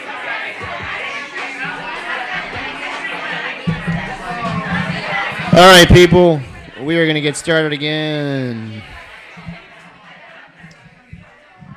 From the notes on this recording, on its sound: Brooklyn Poets Yawp open mic